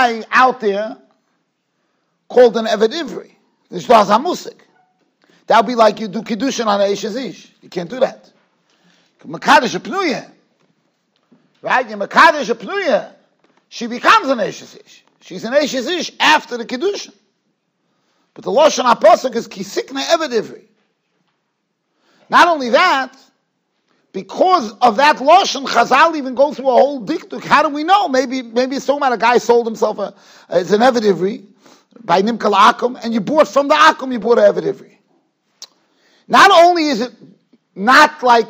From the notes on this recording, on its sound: Shiur recorded in Yeshivas Ohr Reuven, Monsey, NY.